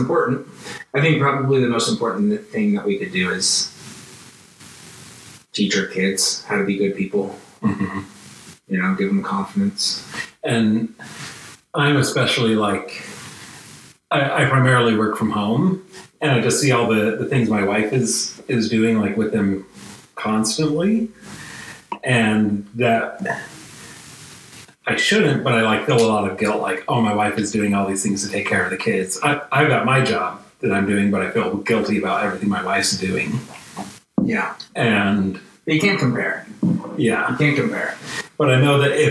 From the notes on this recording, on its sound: This episode was recorded without the microphones on, by accident Still a great conversation, though the sound quality suffers slightly.